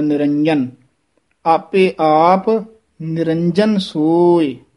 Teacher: ਇਹ ਆਪੇ ਆਪ ਇੱਥੇ ਵਿਸਰਾਮ ਹੈ, ਨਿਰੰਜਨ ਜੱਜਾ ਜਿਹੜਾ ਹੈ ਇਹਨੂੰ ਸ਼ੁੱਧ ਬੋਲਣਾ ਹੈ, ਥੋੜ੍ਹਾ ਜਿਹਾ ਜੱਜੇ ਨੂੰ ਕੱਸ ਕੇ ਬੋਲਾਂਗੇ ਤਾਂ ਇਹ ਸ਼ੁੱਧ ਬੋਲਿਆ ਜਾਏਗਾ, ਨਹੀਂ ਤਾਂ ਯਈਆ ਬੋਲਿਆ ਜਾਏਗਾ